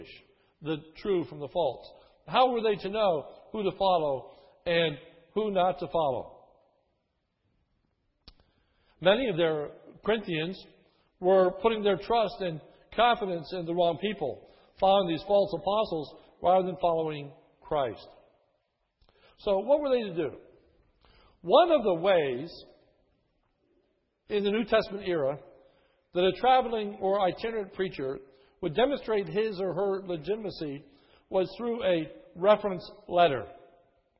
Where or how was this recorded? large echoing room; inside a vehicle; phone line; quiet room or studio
large echoing room